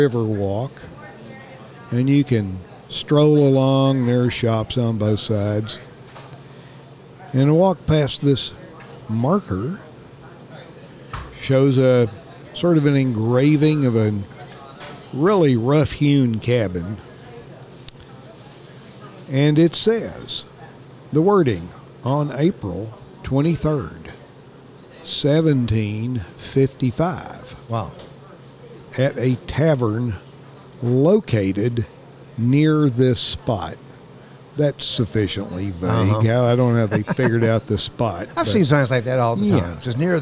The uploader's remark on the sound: We recorded this episode at a new-to-us place, the Wakey Monkey in downtown Saluda. It’s a quaint coffee and food café that is a hustling and bustling beehive of activity.